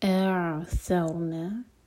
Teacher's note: رو ساکن ہوگا ہیوی کیونکہ اس سے پہلے ہے فتحہ